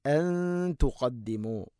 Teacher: നൂനിനെ അവ്യക്തമാക്കി മണിക്കണം. ഇഖ്ഫ ബിഗുന്നയാണത്.